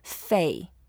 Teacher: fei is the fourth tone. You go down